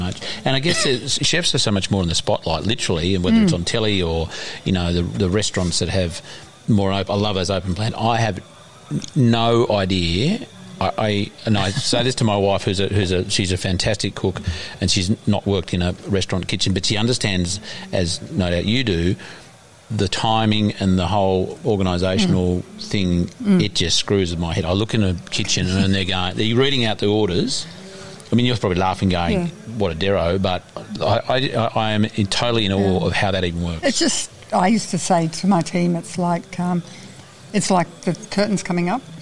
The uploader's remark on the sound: Short interviews. Recorded at the Regionality 'Farm 2 Plate Exchange.